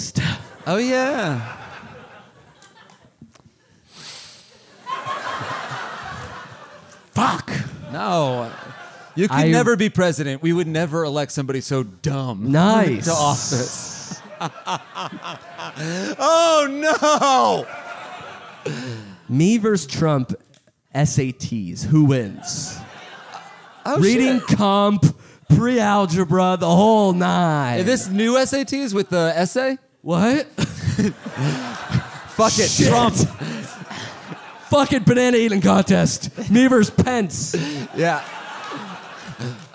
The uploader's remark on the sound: Live in Austin, TX! Live from SxSW.